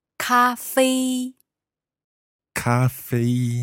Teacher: Let me think about the tones there. Those are both high tones.